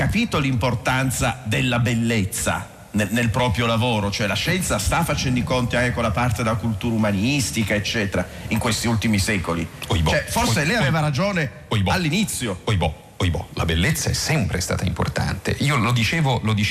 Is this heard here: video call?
no